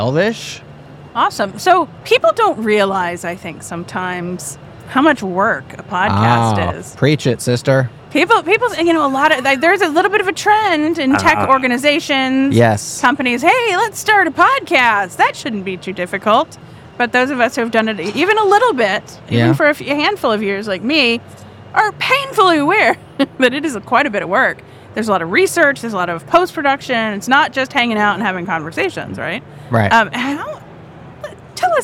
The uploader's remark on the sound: Amid the bustling atmosphere of KubeCon